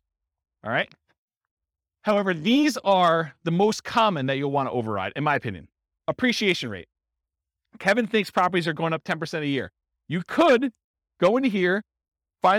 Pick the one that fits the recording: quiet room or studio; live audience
live audience